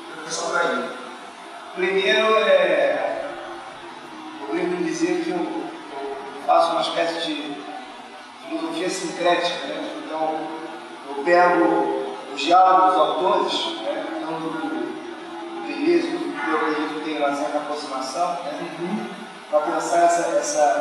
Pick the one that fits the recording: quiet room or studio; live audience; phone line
live audience